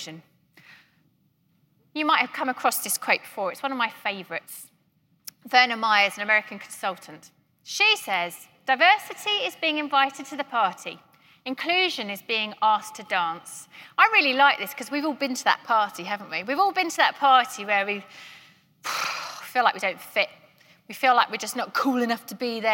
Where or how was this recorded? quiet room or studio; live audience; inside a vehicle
live audience